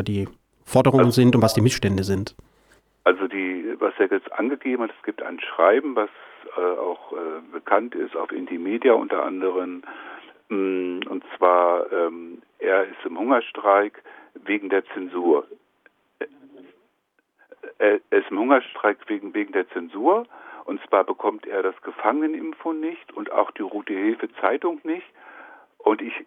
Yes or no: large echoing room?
no